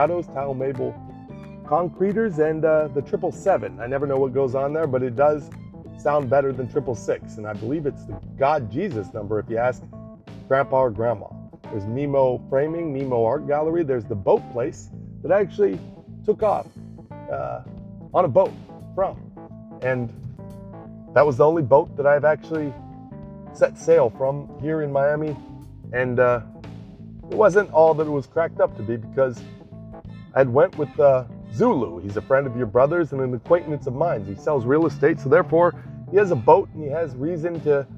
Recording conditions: inside a vehicle